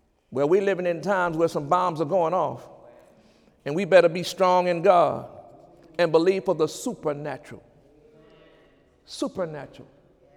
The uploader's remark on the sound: During Sunday service on January 29, 2017.